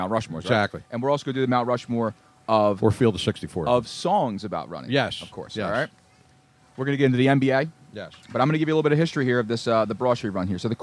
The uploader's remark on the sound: Moyamensing ave in front of beautiful Moonshine Philly! While we were pressing the flesh with the folks outside enjoying their lunch while we attempted to ruin it.